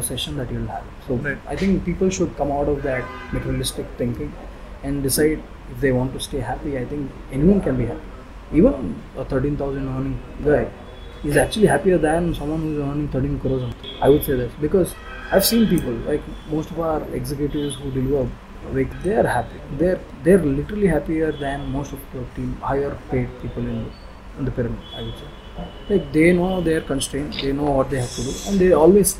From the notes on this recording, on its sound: You may find somebackground noise due to the recording location